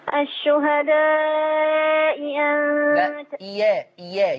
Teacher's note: تبقى الهمزة الثانية مفتوحة تبدل ياء مفتوحة